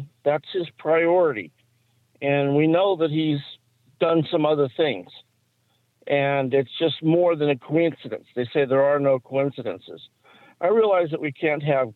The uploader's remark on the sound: We take your calls in open phones across America.